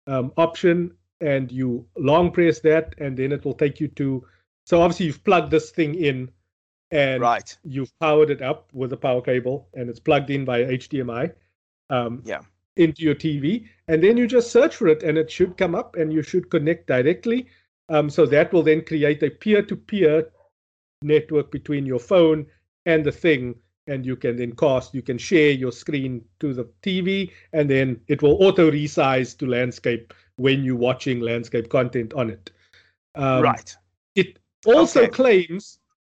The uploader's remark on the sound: Recorded via Skype